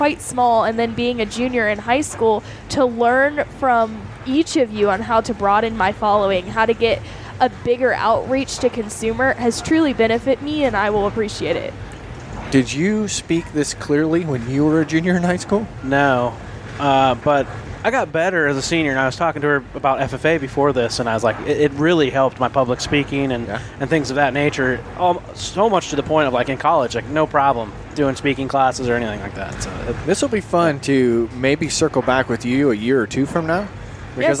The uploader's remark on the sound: Recorded on a Train Full of Creators. Aboard the Sugar Express.